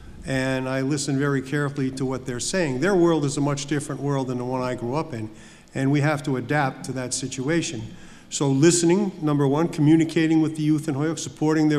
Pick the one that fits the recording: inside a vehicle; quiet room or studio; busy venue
busy venue